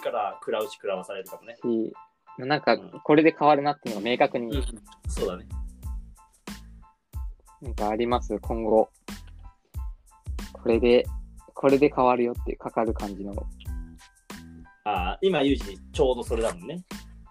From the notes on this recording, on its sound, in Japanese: リモート収録